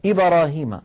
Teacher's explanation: الباء تميل إلى الفتحة، وهذا أمر لا يصح، لأن ميل الحرف الساكن إلى الحركة إما أن ينقلب إلى حركة كاملة، وهذا تغيير لحرف من كتاب الله عز وجل، وإما أن يميل إلى جزء الحركة، وجزء الحركة أمر معروف عند القراء اسمه الاختلاس أو اسمه الروم.